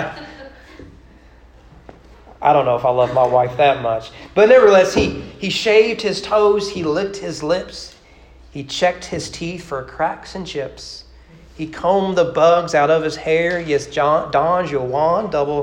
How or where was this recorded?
large echoing room